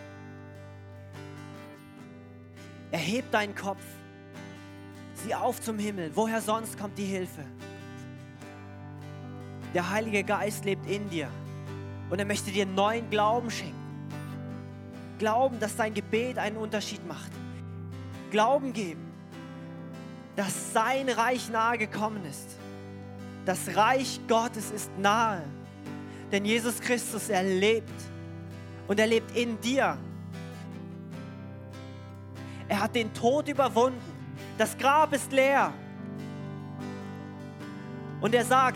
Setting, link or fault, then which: setting, large echoing room